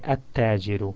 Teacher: Whereas the column on the left, al hurufu shamsiyatu, the al and then the letter of first letter of the word after, these 14 letters, whenever they come in the beginning of a word and before it comes al, you join the lam of al with the first letter in the beginning of the word. So you, instead of al tajiru, you say at tajiru.